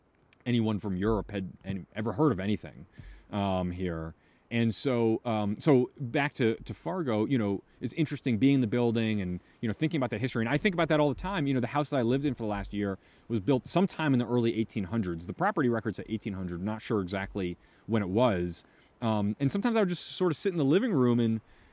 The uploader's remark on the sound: This episode was filmed/recorded while camping in Custer-Gallatin National Forest, Montana.